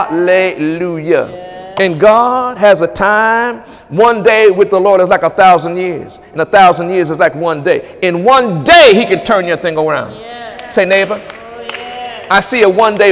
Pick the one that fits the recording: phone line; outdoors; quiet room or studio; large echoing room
large echoing room